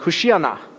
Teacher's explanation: the words kind of slur together, and so it comes out sounding like one word